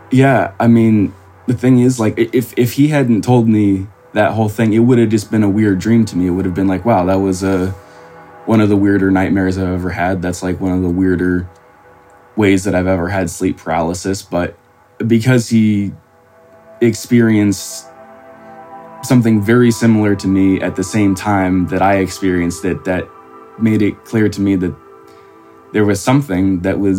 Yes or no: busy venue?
no